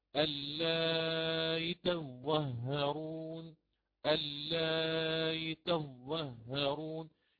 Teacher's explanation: أتيت بالتوسط أولا ثم سهلت هذا الهمز المكسور، سهلته بين الهمز والياء · Term: التسهيل